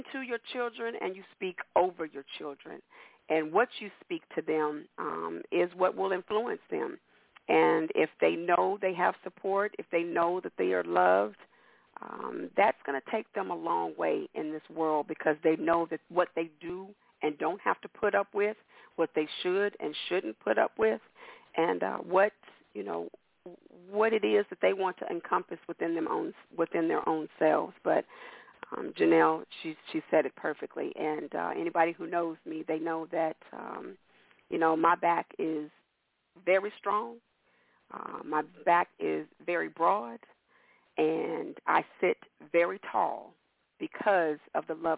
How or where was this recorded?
phone line